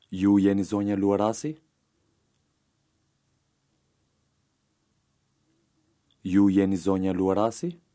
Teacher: Notice the rising intonation at the end.